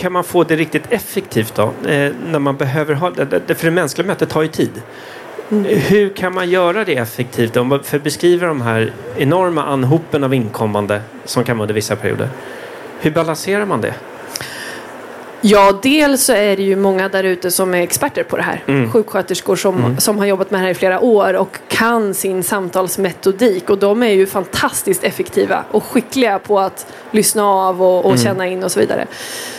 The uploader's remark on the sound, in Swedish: Live-samtal direkt från E-hälsa + MTVe mässan.